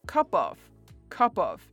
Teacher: cup 跟 of 连在一起的时候，那个 p 会变得很特别，它其实不是念 cup of， cup of，反而是 cup of， cup of，有点 b，有点 b b b 的感觉